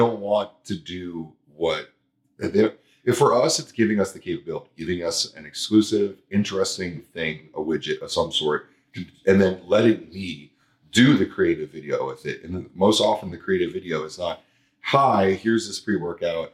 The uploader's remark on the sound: Apologies for the audio, someone lost the memory card with the microphone audio so we had to use the camera’s backup audio